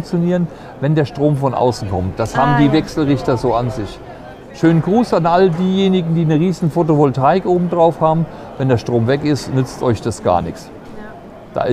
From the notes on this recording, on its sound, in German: Podcast: Caravan Salon 2023 live mit EcoFlow. Live-Folge vom Caravan Salon.